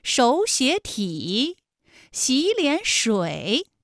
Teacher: 那演变成了前两个音节是二声，也就是三五，35+35，最后一个字是214 · 前两个字都是二声，第三个字是三声